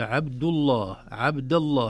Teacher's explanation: وفخم لاما من اسم الله عن فتح أو ضم كعبد الله · Term: يفخم